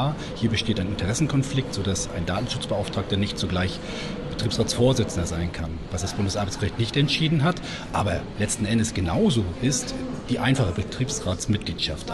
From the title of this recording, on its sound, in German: Live von der IDACON 2023